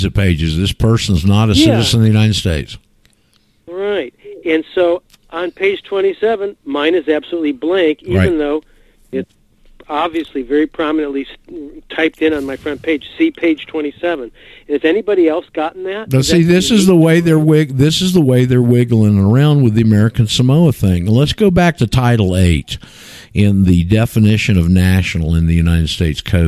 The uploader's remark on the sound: Called. NIGHT LIVESTREAM.